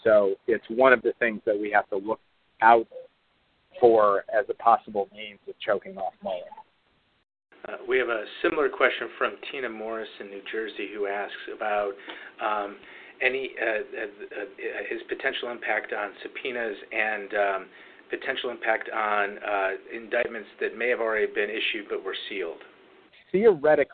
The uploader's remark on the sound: Conference Call